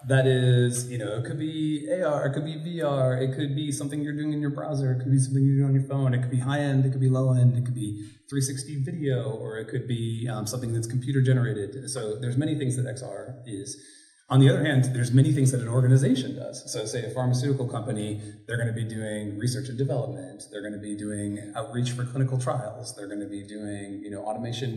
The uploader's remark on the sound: live at the STEM PLUG 1st annual EduVibe Fest in Durham, NC